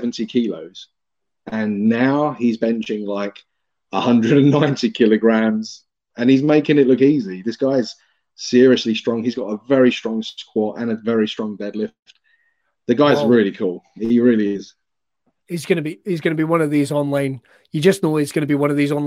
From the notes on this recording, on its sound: This episode was recorded live and remote because of the current COVID-19 pandemic.